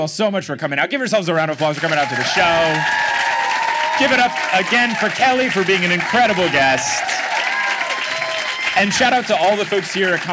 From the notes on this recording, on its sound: LIVE in Melbourne! With the cleanest live show audio we've ever had.